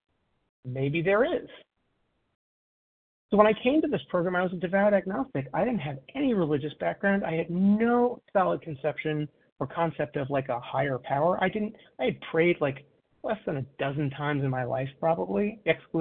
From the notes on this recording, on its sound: 100 Pounders Phone Meeting, 4/14/23